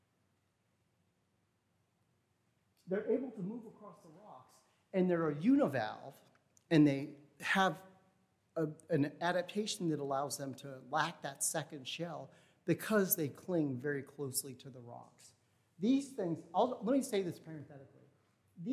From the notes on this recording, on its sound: Recording of the National Endowment for the Humanities lecture delivered on April 22, 2022. As part of the Formal Lecture Series.